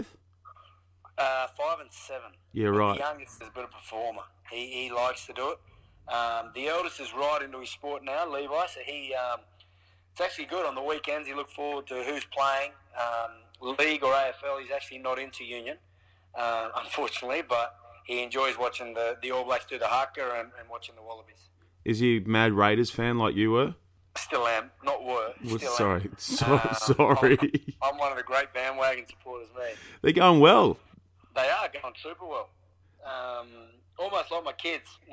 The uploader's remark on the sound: Picks up the phone following Australia's win v the All Blacks.